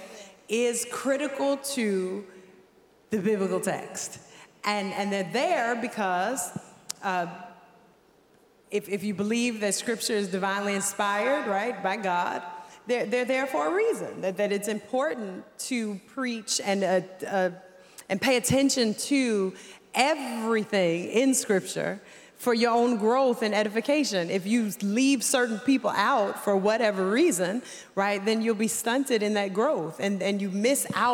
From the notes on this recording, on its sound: Truth’s Table LIVE at the EKBPC 2023. You’ll hear them facilitate a first-time all-women panel at the EKBPC.